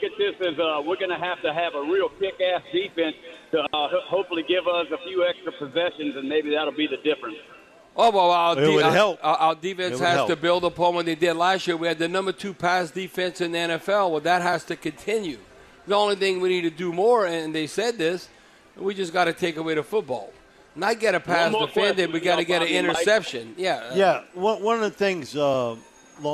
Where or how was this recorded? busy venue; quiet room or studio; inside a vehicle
busy venue